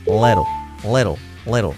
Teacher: la L marcada al principio, la la la la la, y luego la L del final, muy sutil.